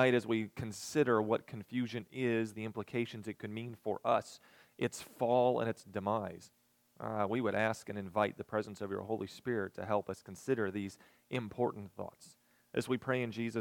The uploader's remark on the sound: recorded the evening of September 24, 2022, at Ringgold Seventh-day Adventist Church.